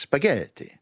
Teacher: in Italian and in Polish, you've got a stress which is on the second to last syllable. So it feels like spaghetti, all the time.